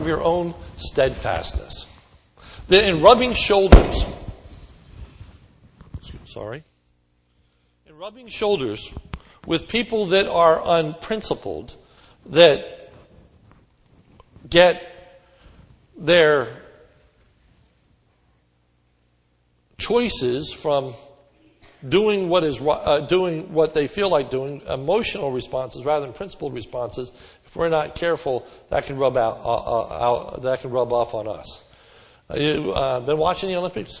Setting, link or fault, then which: setting, large echoing room